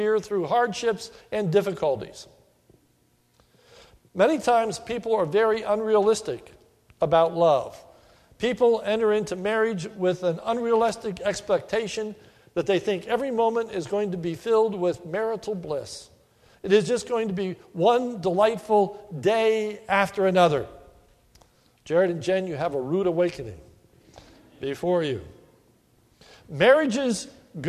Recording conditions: large echoing room